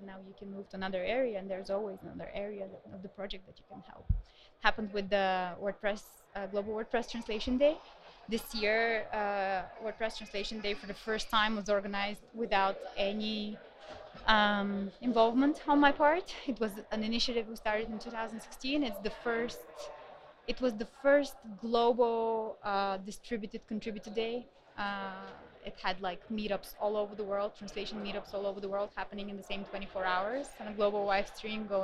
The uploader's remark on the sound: We recorded this at WordCamp Europe 2019 in Berlin, and the location that we chose was the main thoroughfare corridor! This means that we were really well placed to be found, but also that it means that there was a fair amount of noise in the background. But… it’s the noise of 3,000 WordPressers having a great time.